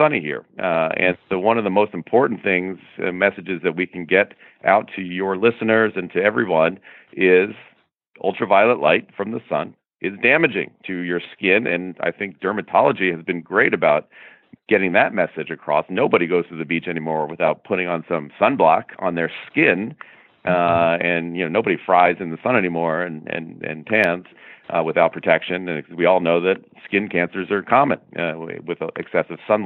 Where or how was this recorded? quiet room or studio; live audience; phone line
phone line